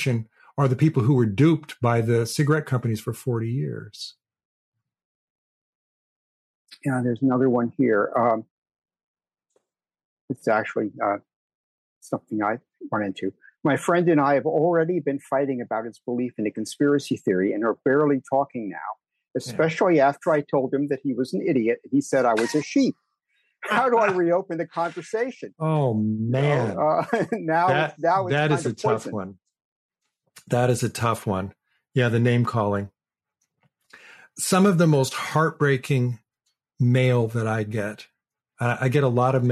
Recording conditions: video call